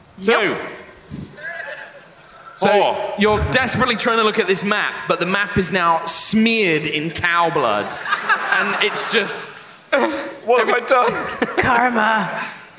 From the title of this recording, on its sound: High Rollers LIVE at MCM Comicon 2018